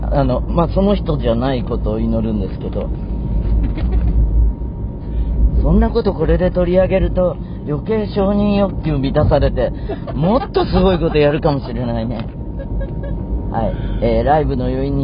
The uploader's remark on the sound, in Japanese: 今週はカーラジオ！超絶盛り上がったという広島公演終了後、車の中からお届けです(走行音のゴォーゴォー付き)。